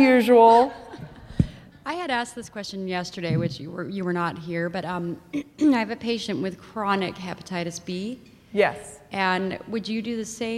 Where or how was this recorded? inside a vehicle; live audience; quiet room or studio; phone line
live audience